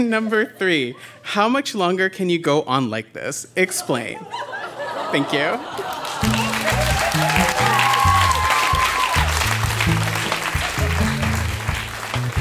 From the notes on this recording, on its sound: Recorded live at the Tranzac Club in Toronto.